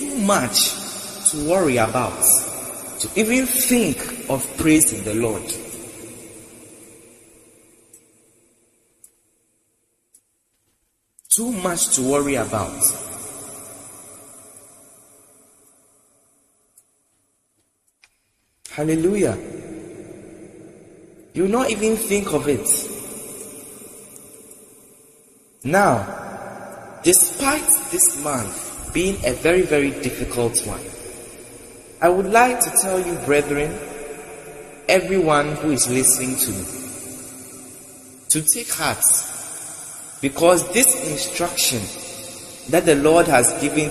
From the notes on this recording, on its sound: Preached at The February Global Communion Service, LIVE at the Love Arena Church, Accra - Ghana.